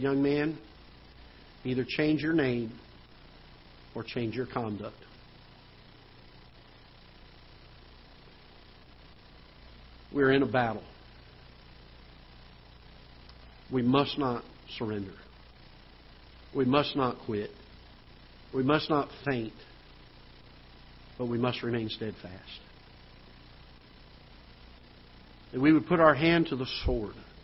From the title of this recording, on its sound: Ketha Heights Baptist Church ~ Live Broadcast